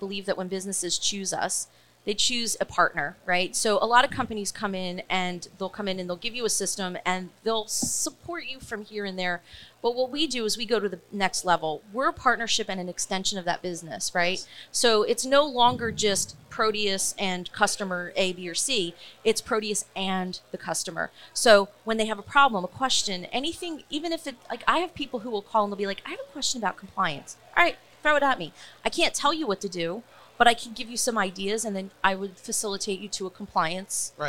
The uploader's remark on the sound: Recorded at MJUnpacked NYC